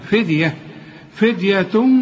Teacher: كل الحروف هي مرققة لكن الدال قلقلها